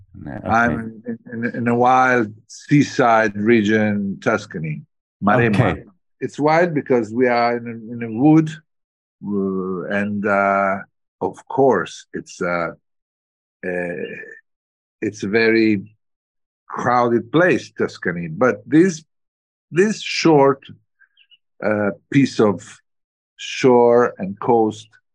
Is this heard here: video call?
yes